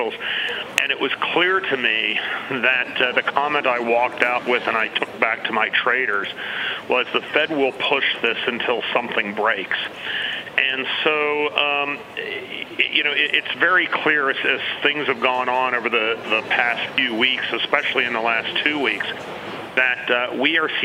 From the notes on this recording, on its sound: live from the New York Stock Exchange